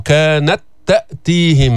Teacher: ذلك بأنه كانت تأتيهم، هذا إدغام ماذا يسمى؟ تاء، تاء تاء ساكنة دخلت في تاء متحركة، نفس الحرف نفس المخرج نفس الصفات · Term: إدغام المثلين